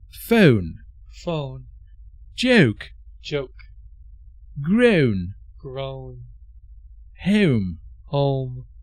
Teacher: In British English, the O sound is pronounced as a diphthong with two vowel sounds, and in American English, it is pronounced as a monophthong with one vowel sound.